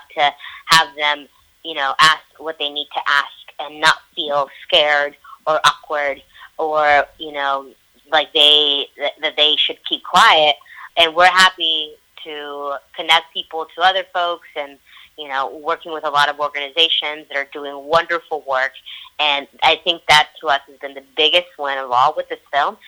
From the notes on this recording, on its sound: Couldn't get them in the studio, so we had an audio three-way and I interviewed the co-directors of the documentary film "You Racist, Sexist, Bigot." via phone!